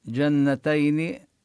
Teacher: ونبين الغنة في النون المشددة في كلمة جنتين